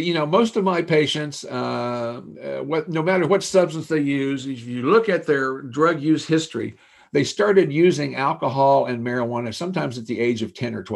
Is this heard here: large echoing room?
no